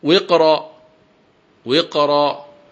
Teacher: وقرأ تفخم الراء، لأن الساكن هو حرف استعلاء